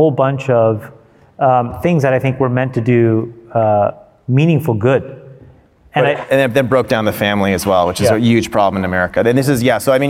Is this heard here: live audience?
yes